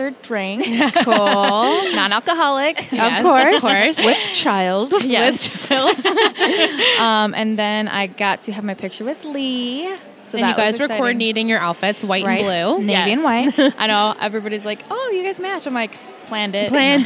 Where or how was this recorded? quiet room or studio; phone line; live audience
live audience